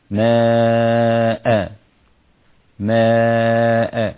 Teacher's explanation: حرف المد ماء الألف مع الهمزة ماء، لما يلتقوا ببعض لازم يكون في مد، ويسمونه العلماء مد واجب أو مد متصل، اتصل حرف الهمزة مع حرف المد في نفس الكلمة فأصبح مدا واجبا